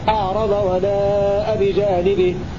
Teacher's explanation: تقديم الألف على الهمز تصير مد متصل